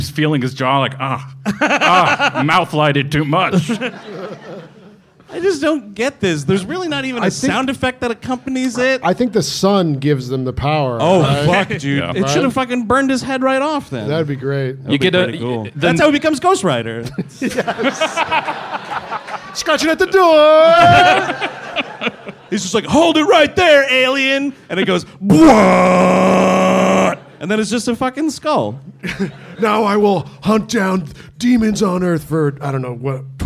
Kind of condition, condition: setting, live audience